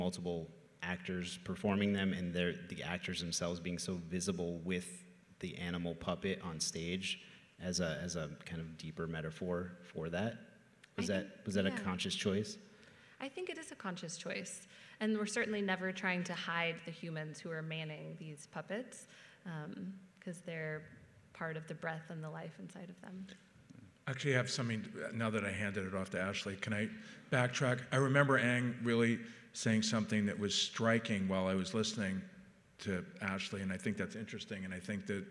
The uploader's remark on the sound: This week's episode of Box Office Culture was recorded LIVE in our Black Box auditorium.